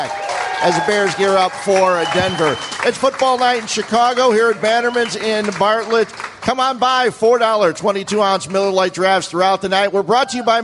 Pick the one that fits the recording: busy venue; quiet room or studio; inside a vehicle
busy venue